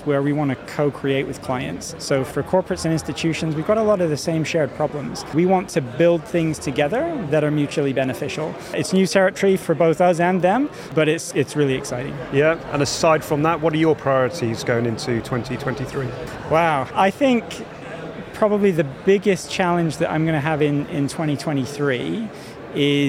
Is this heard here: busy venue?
yes